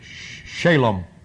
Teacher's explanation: You hear the Jews say Shalom or something like how they pronounce it. The emphasis is S-H-A, long A, the emphasis on the first syllable, L-O-M, Shalom.